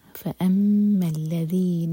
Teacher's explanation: فا کے بعد حمزہ پر کٹ آف ساؤنڈ